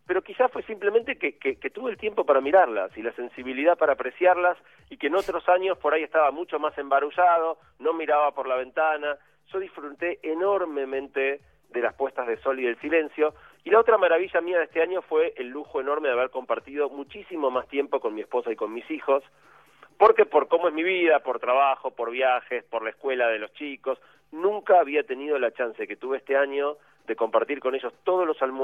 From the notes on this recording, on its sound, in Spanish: Perdón por la calidad del audio, pero esta vez tuve que hacer la columna por teléfono desde Bariloche, donde estaba por el eclipse de total de sol del día anterior.